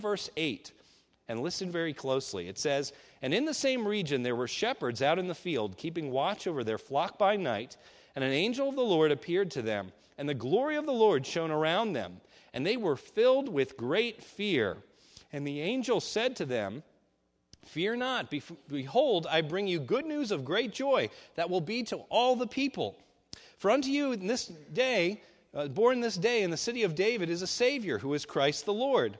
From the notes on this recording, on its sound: This is a sermon recorded at Lebanon Bible Fellowship Church in Lebanon , PA on 12/06/2015 during the morning service